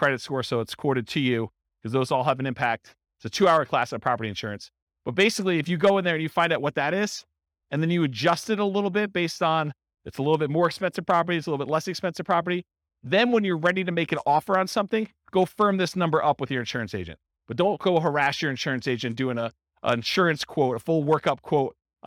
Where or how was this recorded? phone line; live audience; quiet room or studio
live audience